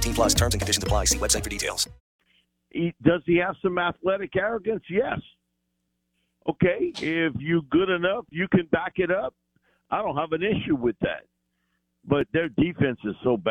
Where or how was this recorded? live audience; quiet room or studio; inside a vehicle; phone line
phone line